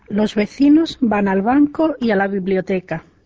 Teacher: B ja V ääntyvät samalla tavalla.